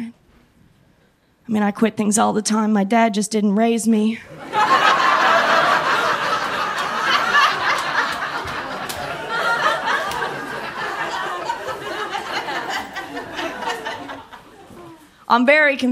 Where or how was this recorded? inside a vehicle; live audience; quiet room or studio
live audience